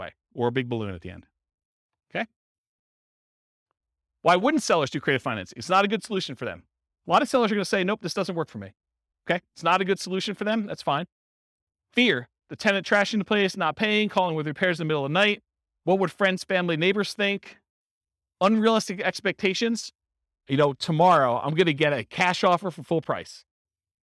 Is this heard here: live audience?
yes